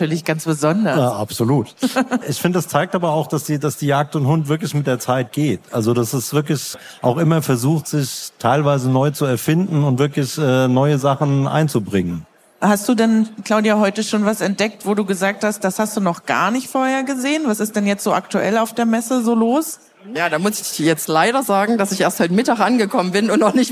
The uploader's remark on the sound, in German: live auf der JAGD & HUND